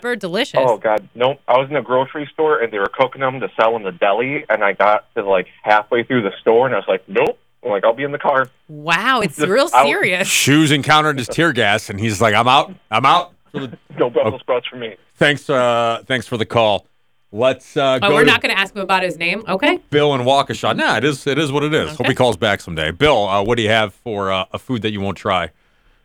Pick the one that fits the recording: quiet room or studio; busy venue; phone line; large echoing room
phone line